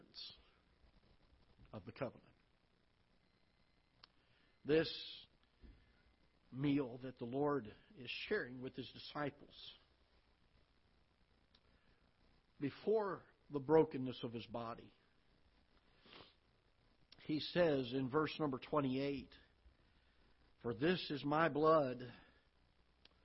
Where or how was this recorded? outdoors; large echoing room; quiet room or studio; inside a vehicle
large echoing room